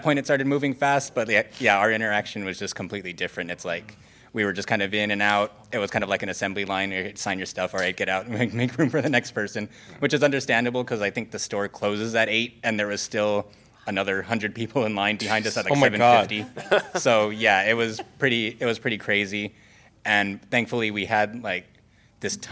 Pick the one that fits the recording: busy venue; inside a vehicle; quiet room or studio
busy venue